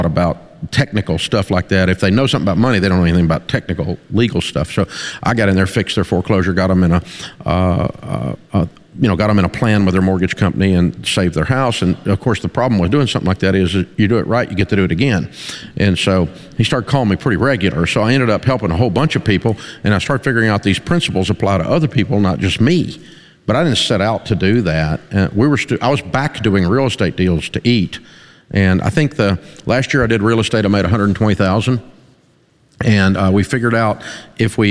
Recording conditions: live audience